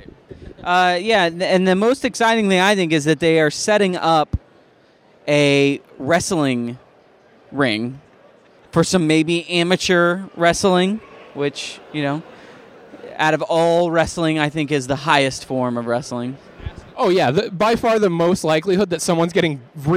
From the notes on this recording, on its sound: On this special episode, The Pillagecast Team is on location at the Long Beach Comic Convention!